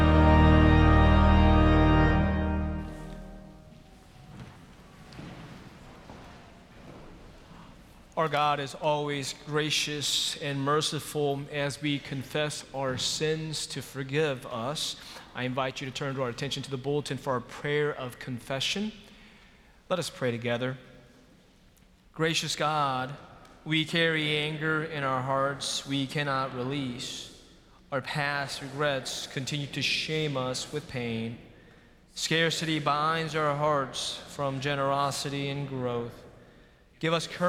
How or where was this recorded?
large echoing room